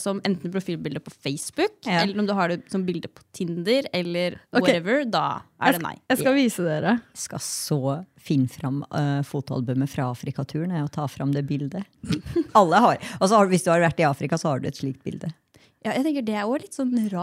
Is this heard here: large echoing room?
no